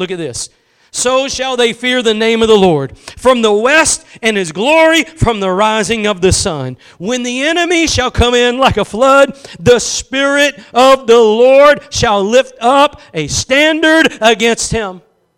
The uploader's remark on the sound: Preached at Gospel Lighthouse in Bossier City, La.